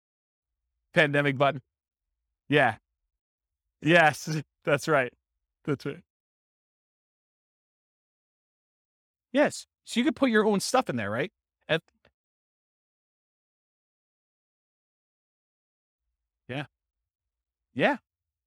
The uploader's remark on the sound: This was a live class recorded